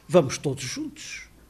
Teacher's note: E o próprio O final, que nós pensamos que é articulado em U, tende a apagar-se.